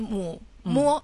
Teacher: 母、摸这个字呢是双唇音，双唇音是非常容易发的一个音